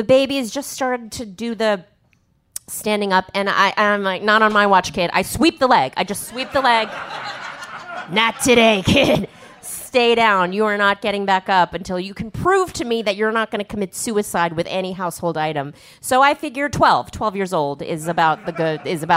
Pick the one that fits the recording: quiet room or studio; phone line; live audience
live audience